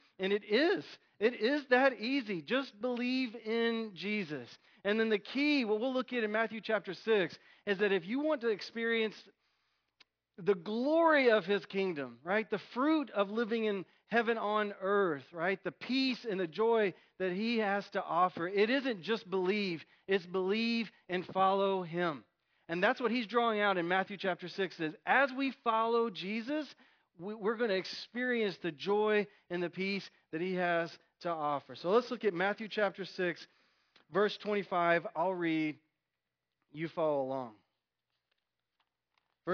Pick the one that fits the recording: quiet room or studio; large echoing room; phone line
large echoing room